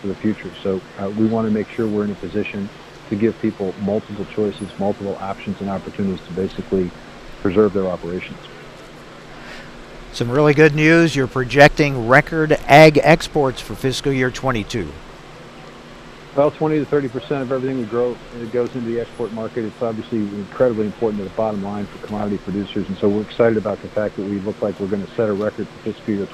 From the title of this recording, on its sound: Live from Farm Progress Show